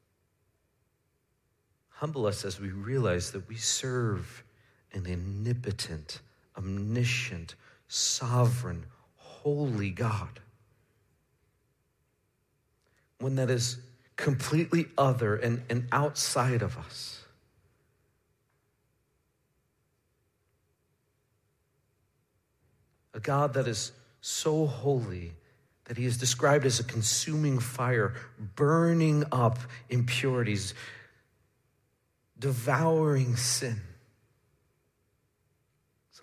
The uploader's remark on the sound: Midland Evangelical Free Church Sermon Audio